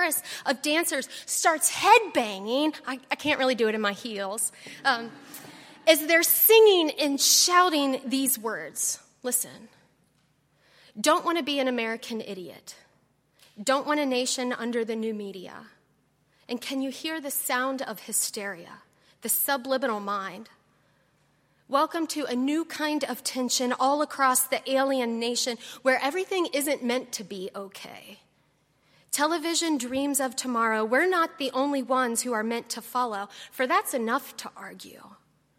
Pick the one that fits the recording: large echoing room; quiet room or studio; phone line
large echoing room